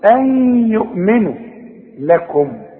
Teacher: ادغام بغنة. نون بعدها ياء اغن، اوعى تنسى الغنة